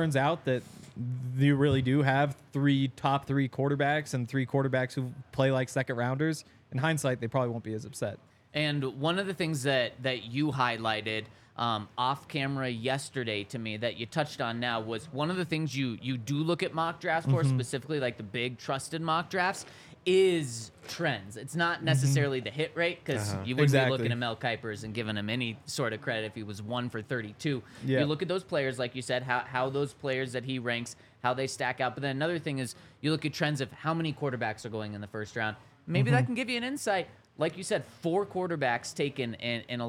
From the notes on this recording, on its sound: coming to you LIVE from the DNVR Bar